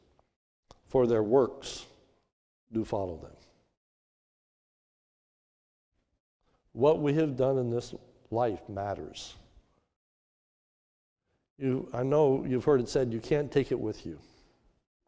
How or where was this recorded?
large echoing room